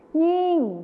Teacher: ใช่แล้วครับจะเป็นยิ่งเสียงขึ้นจมูกนั่นเอง